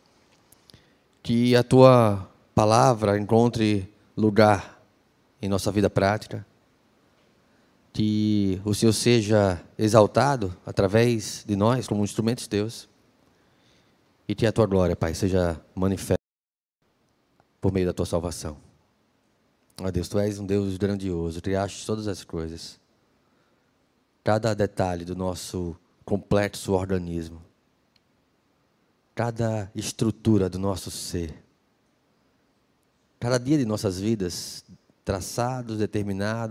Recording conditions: large echoing room